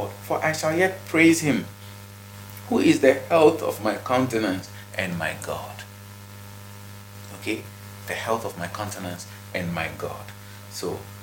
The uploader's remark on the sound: Kindly pardon the background noise.